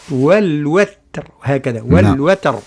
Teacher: حذاري في لفظة الوتر من تفخيم الواو والتاء